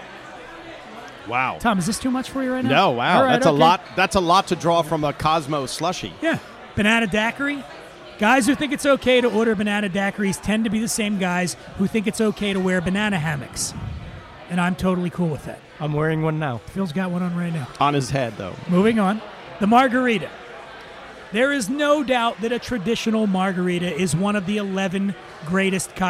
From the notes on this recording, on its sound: Recorded at Eleven City Diner in Los Angeles.